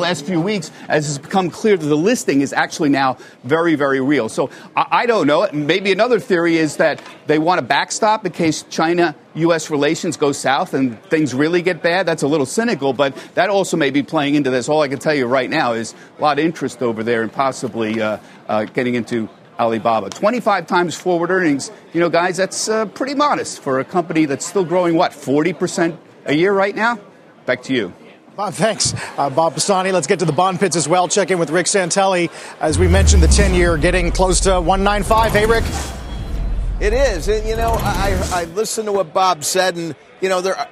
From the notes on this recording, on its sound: Live from the Air Force Academy in Colorado.